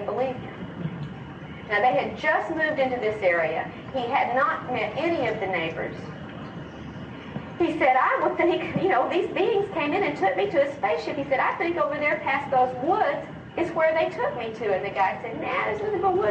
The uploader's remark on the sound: Sorry for the poor audio quality.